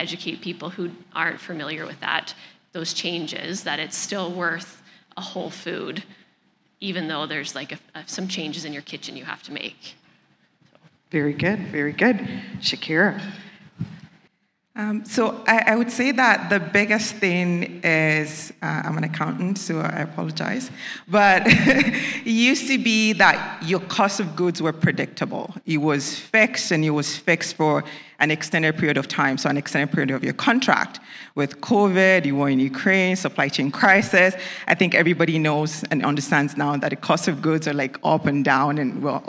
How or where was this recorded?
live audience